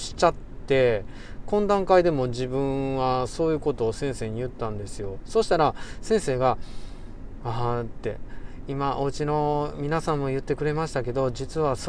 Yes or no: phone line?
no